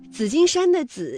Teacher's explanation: 紫金山的紫是平舌音滋加上韵母一，读音呢为三声